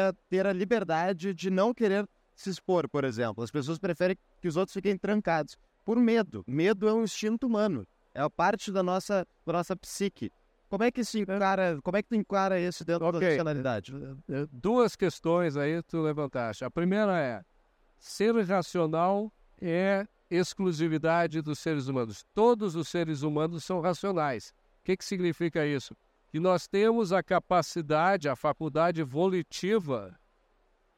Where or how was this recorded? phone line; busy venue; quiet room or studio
busy venue